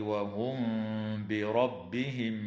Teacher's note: تخفى الميم الساكنة عند الباء مع الغنة